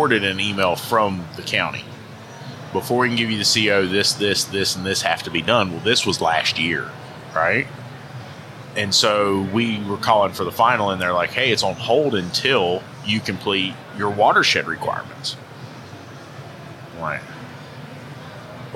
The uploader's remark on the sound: recorded live at AAPEX 2022